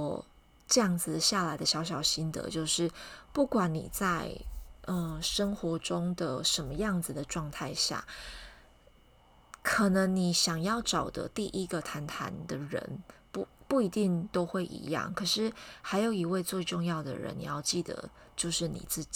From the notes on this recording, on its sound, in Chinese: 這次錄音環境比較吵雜、還有外面的放鞭炮的聲音